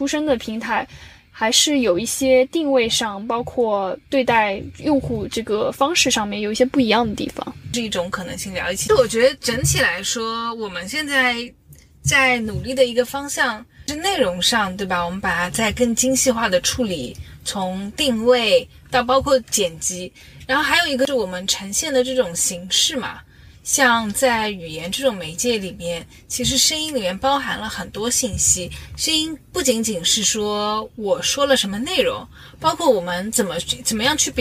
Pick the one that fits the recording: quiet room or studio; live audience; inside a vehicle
inside a vehicle